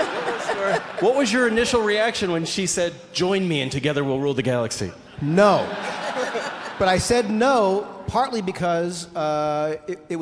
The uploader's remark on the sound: I’ve grabbed the audio from the panel